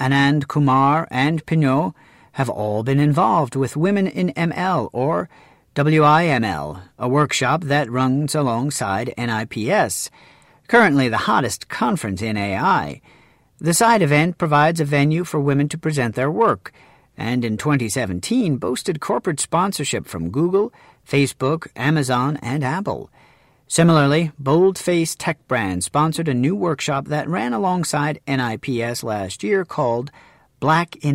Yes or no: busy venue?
no